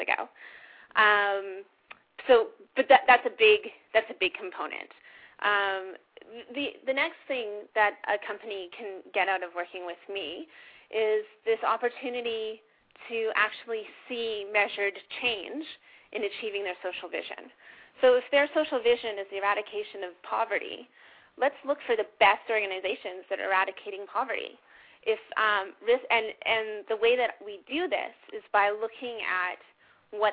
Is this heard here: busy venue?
no